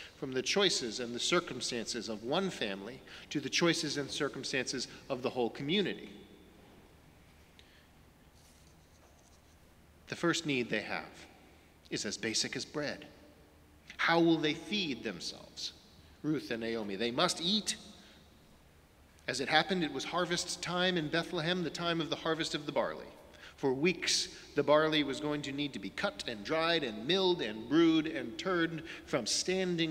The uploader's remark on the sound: Sermons from Old South Church in Boston